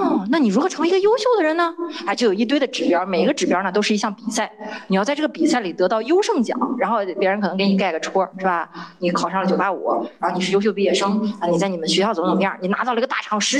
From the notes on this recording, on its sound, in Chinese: 剪辑师已经尽量修复音质了！话筒有一点回声。